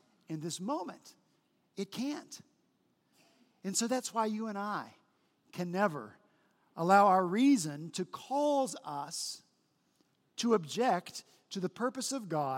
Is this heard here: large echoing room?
yes